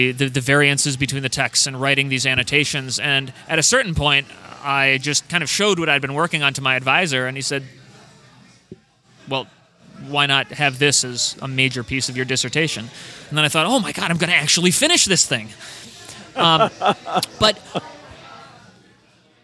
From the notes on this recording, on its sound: RECORDING FROM GONZOFEST.